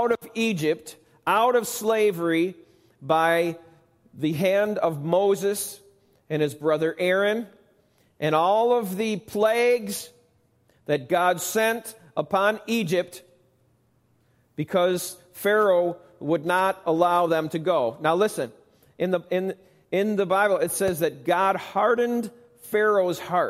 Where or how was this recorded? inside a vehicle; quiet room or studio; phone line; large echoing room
large echoing room